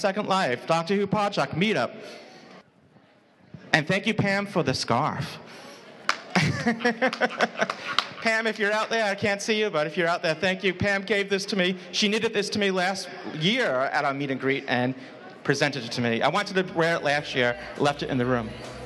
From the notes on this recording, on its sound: Doctor Who: Podshock Live Show recorded on stage at Gallifrey One's Catch 22: Islands of Mystery. In Los Angeles, California.